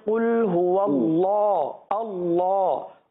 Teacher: حروف مستعلیہ پر تھوڑی سی توجہ فرما لیجئے، بالخصوص اللہ عز و جل کے لام کو